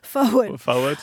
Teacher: there's no R in forward, and if there is, it's optional.